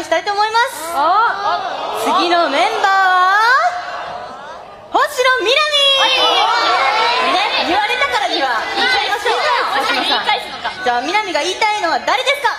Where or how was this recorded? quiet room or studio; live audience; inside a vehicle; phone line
live audience